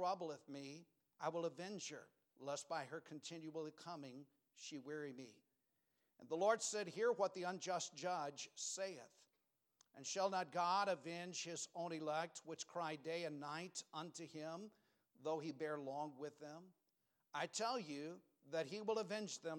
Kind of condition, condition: setting, large echoing room